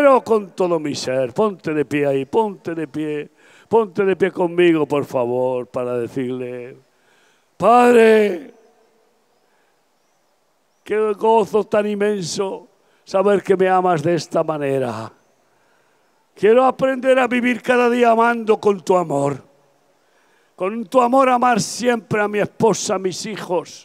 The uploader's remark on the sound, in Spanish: Predicación al aire libre. Campaña evangelística grabada el 27 de Abril 2023 en Valencia - España.